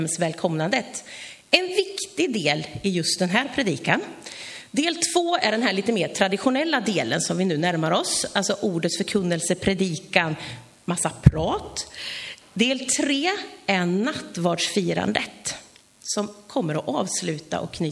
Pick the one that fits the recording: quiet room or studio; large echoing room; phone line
large echoing room